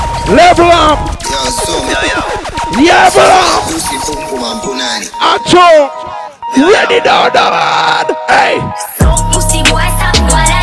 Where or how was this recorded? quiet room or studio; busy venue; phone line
busy venue